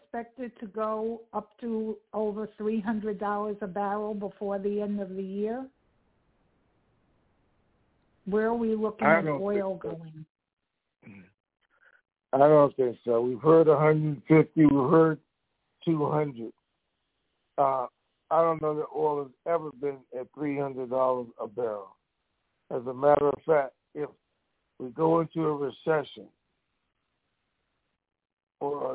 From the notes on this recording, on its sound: TNTSuperfantastic Conference Call